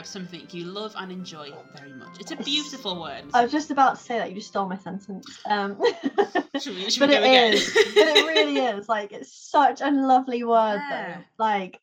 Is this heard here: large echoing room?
no